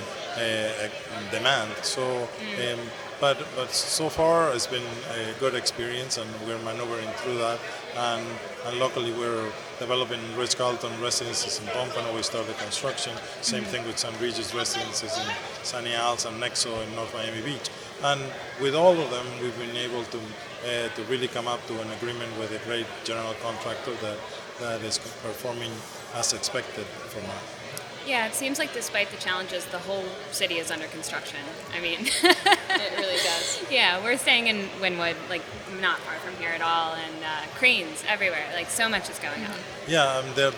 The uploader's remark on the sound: Deconstruct Live at The Real Deal's Miami Forum. In early November, the Deconstruct team flew to Miami for The Real Deal's annual showcase and forum. We're bringing you two interviews we recorded on site at the event.